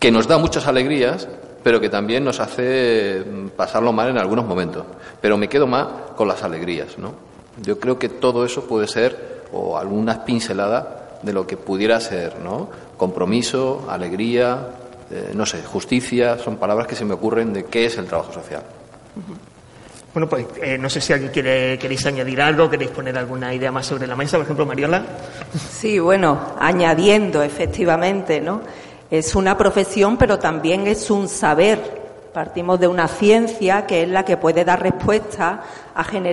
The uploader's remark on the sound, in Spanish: Programa de radio grabado en el salón de actos de la Facultad de Estudios Sociales y del Trabajo de la Universidad de Málaga.